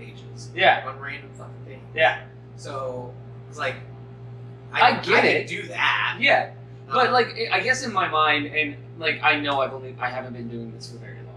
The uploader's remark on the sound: The audio is not great on this one. I was still figuring everything out.